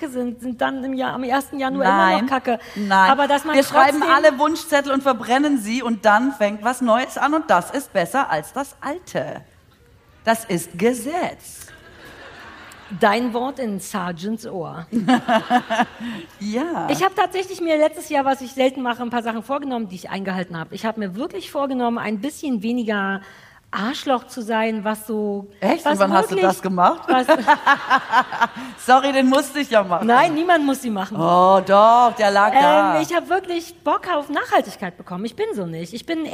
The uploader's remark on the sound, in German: Live und nachträglich live für die Ohren. Unser sensationelles Vorort-Publikum hatte schon Unnützes gestapelt, soweit die Bühne reichte. Blockflötensolo Weihnachtsedition mit Publikumschor war auch sehr groß!